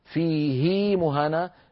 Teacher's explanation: بإشباع كسرة الهاء حتى يتولد منها ياء لفظية ليست في الخط · Term: الصلة